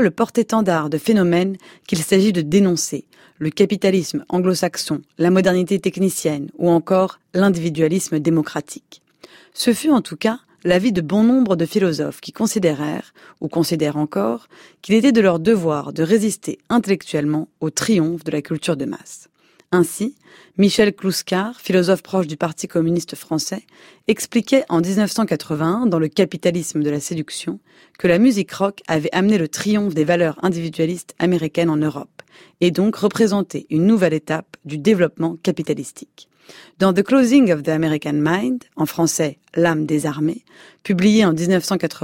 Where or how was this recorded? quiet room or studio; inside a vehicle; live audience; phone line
quiet room or studio